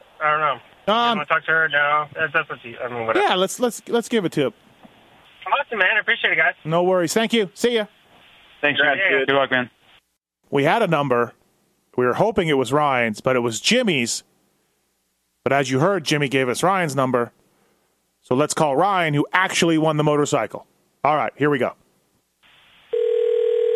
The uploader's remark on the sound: Phone Call to 2019 Kawasaki KX450F Winners!